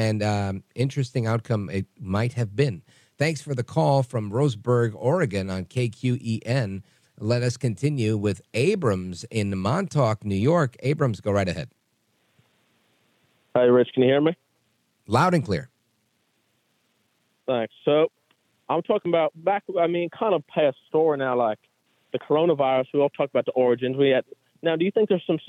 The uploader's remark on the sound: we take your calls in open phones across America